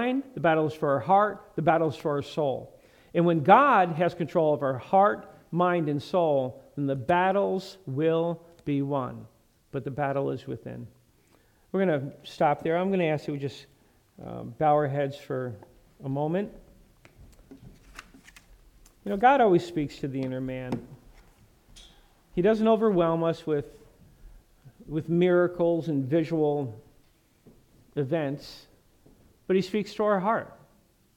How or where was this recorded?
large echoing room